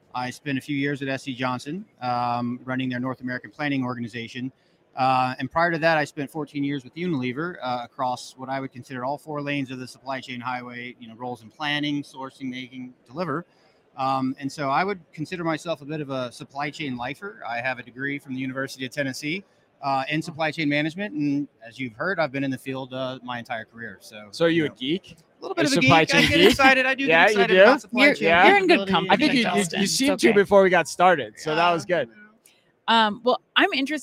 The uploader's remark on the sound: Live from Manifest The Future of Logistics Conference In Las Vegas